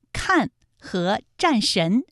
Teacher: 它们的韵母啊分别是安和恩 · Term: 前鼻音